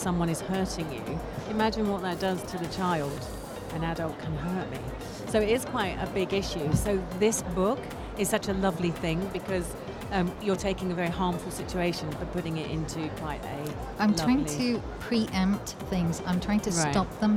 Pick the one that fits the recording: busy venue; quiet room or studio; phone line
busy venue